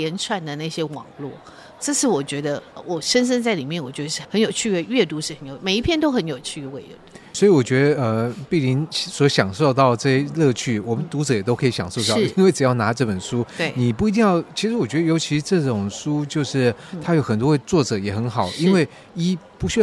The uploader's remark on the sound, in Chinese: 活動現場訪談